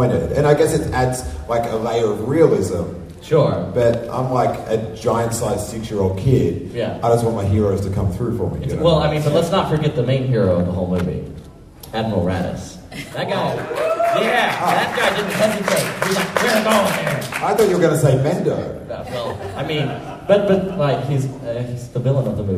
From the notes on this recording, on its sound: Celebration Orlando Live Show. This episode, it’s our live show from Celebration Orlando!